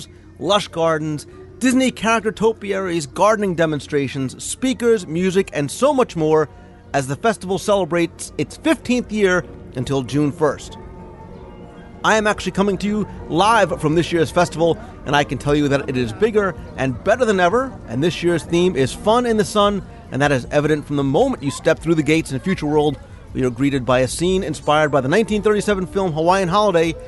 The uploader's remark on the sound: This week I am coming to you LIVE from Walt Disney World, as I am standing on the promenade of World Showcase in Epcot. Enjoying the sights, sounds and scents of the 15th Annual Epcot Flower and Garden Festival. I not only have a review of the Festival from right here from the park.